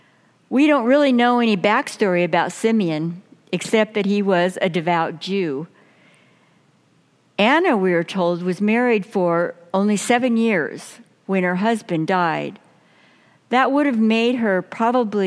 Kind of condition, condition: setting, large echoing room